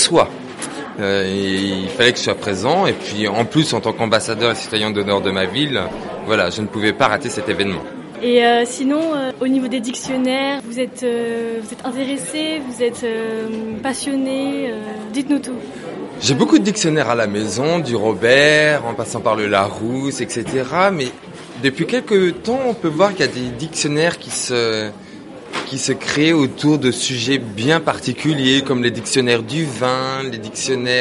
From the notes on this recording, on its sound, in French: Cette émission a été enregistrée lors du salon du dictionnaire "Dico Plaisir" le dimanche 24 avril 2016.